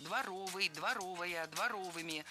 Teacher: В прилагательном, образованном от существительного «двор», ударение ставим на второй слог.